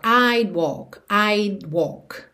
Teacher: Percebe que você nem ouve mesmo esse D, que é o would contraído